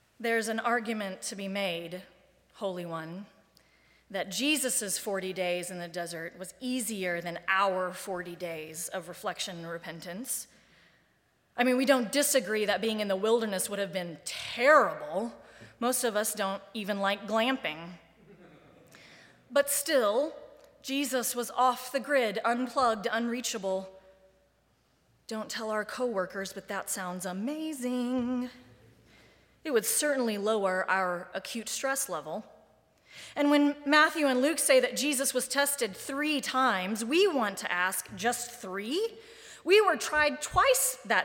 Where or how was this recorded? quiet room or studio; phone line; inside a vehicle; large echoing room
large echoing room